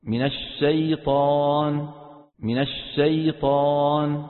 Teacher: أو بقاء صوتها محصورا ضمن الفم بسبب عدم المباعدة قليلا بين الفكين، فلا يتمكن الصوت من الخروج، نحو اشتروا، اشتروا. تقديم مخرجها قليلا عن وسط اللسان فيخرج صوت مشوب بصوت السين